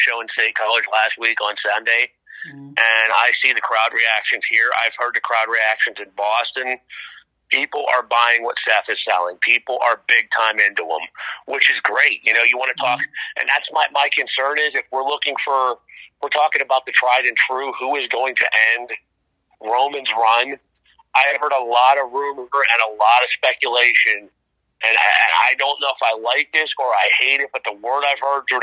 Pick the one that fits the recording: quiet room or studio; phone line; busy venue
phone line